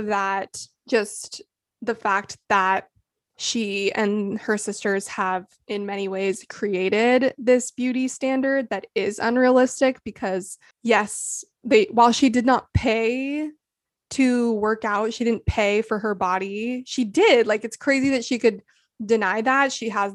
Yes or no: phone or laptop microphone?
no